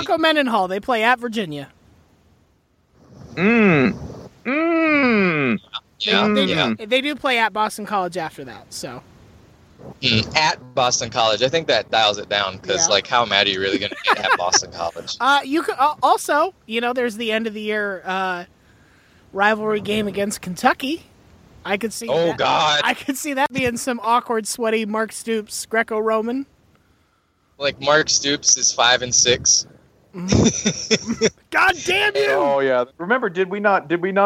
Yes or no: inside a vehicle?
yes